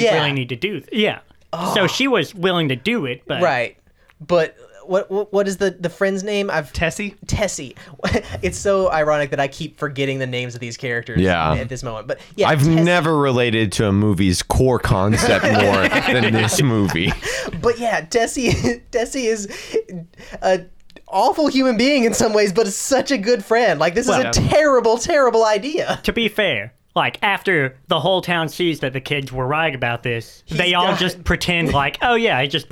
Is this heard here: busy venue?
no